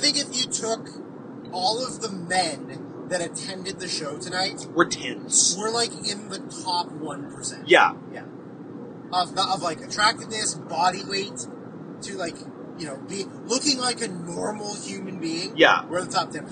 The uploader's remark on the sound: speaking into the same phone in a moving car